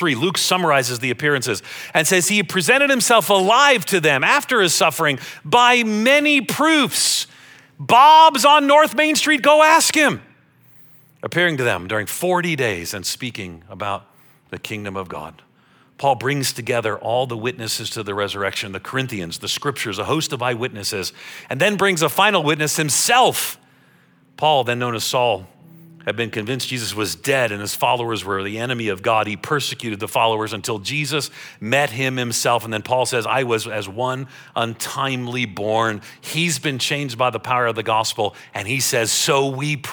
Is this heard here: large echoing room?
yes